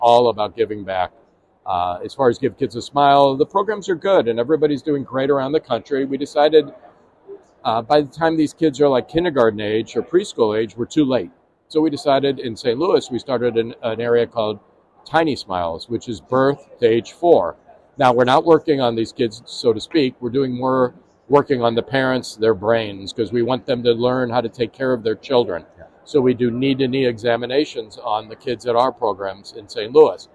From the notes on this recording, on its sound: In this episode recorded during the Chicago Midwinter Meeting.